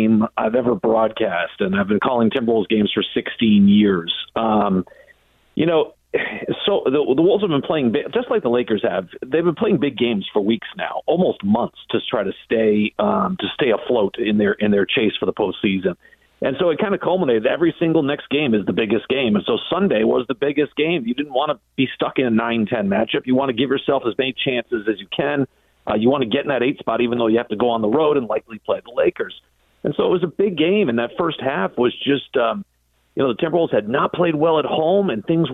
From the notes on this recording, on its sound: called